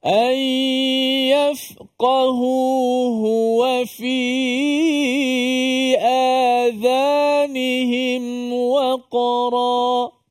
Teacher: Lagi huruf qaf lah yang mati qalqalah, jangan ditukarkan dengan kaf.